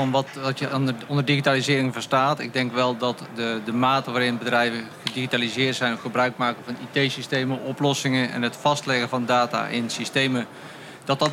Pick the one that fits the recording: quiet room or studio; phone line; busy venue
busy venue